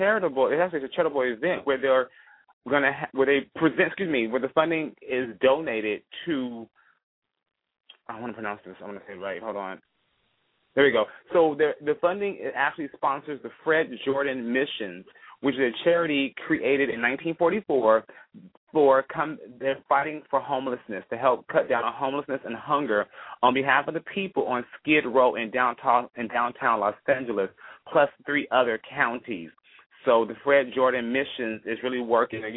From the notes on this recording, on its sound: calling in LIVE from Afghanistan